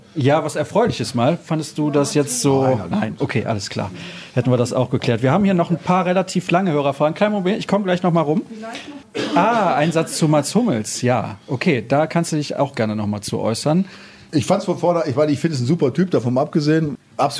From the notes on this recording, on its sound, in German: Die zweite Live-Sendung das Podcasts stand auf dem Programm. Kam es fast schon zu tumultartigen Szenen im Publikum.